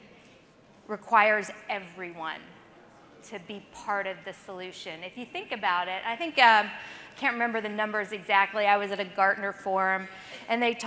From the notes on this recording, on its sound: The event is the largest annual gathering of C-level executives, leaders and innovators from the government and tech community. Delivered the closing keynote at the event.